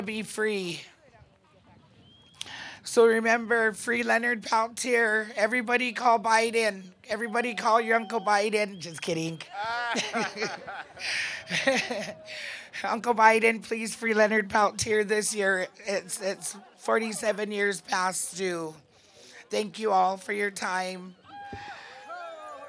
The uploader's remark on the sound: sounds from the 43rd Annual Indigenous People’s Thanksgiving Sunrise Gathering from Alcatraz